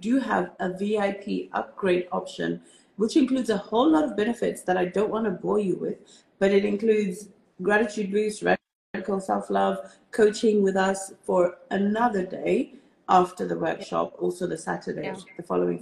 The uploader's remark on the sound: Today's episode is an Instagram Live